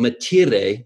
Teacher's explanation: there's a rolled R there